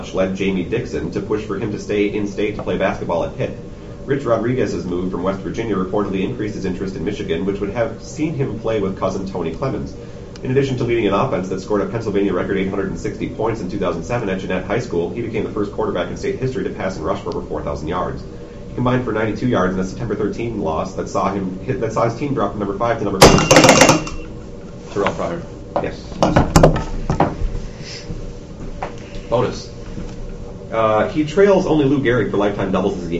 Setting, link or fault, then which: setting, busy venue